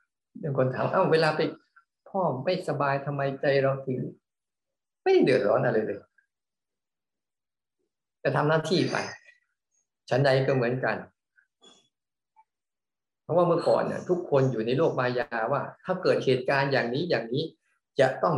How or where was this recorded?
video call